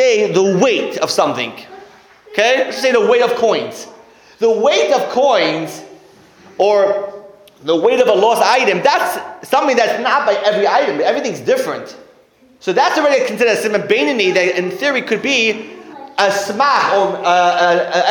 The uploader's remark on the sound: Sunday Kolel. Recorded live at The Torah Center ATL on January 14, 2024.